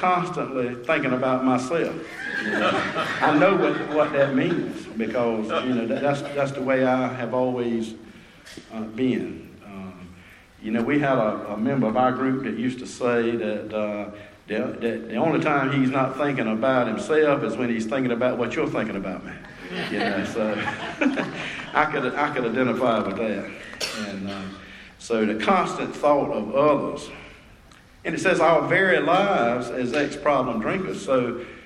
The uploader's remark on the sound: At the Spring Into Action Conference 2022 in Sanford NC.